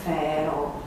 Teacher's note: evoluția firească, am putea spune, este înspre fonemul propriu limbii latine, și anume fricativa labiodentală F. Fricativa labiodentală F.